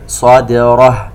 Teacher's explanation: نفخم الصاد، نرقق الدال مع القلقلة، نرجع ونفخم حرف الراء